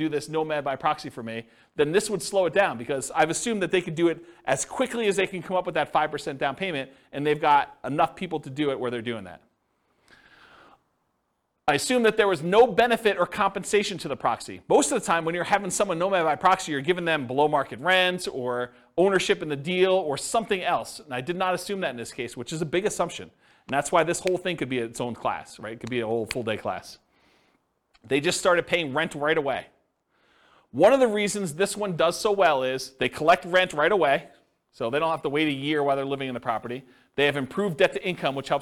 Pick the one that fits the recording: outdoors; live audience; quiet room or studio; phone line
live audience